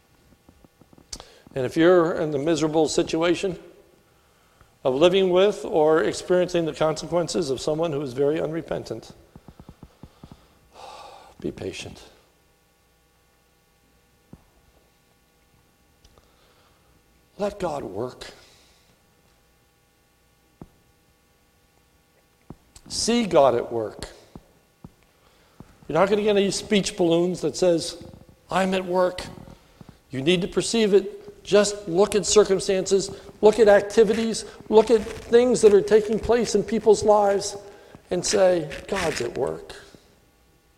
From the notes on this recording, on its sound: recorded at the Lebanon Bible Fellowship Church in Lebanon, PA on 5/27/2018 during the morning service